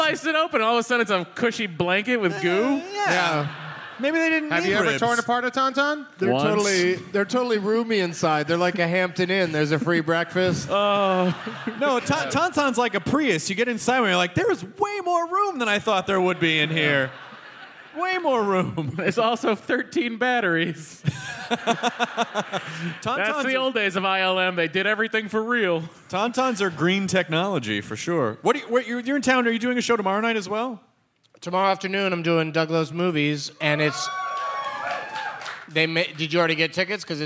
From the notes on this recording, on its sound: It's the Nerdist live from the Twin Cities!